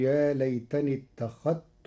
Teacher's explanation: قرأ ورش كلمة اتخذت بإدغام الذال في التاء